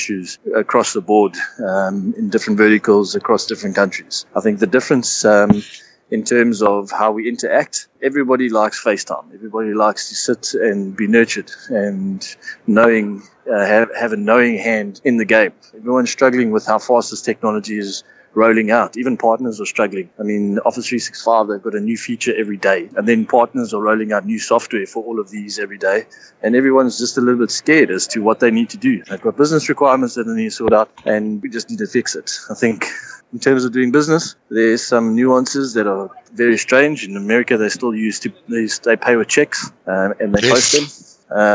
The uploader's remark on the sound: Episode 3 comes to you live from Atlanta for the Microsoft Ignite Conference